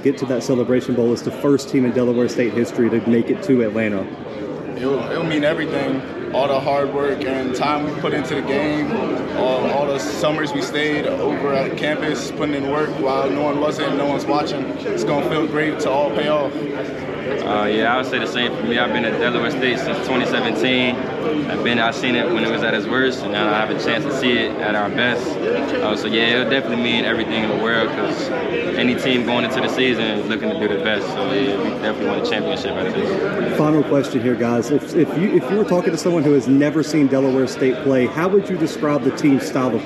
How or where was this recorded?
busy venue